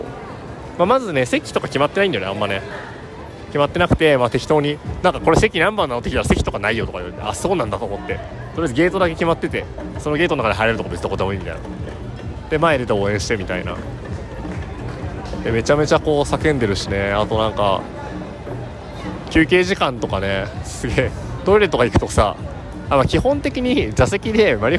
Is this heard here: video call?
no